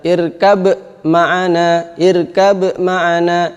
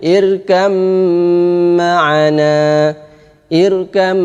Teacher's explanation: Yang betul ba-nya harus dimasukkan ke dalam mim · Shown in: second take · yaitu bacaannya irkam ma'ana, irkam ma'ana. · Term: idgham kamil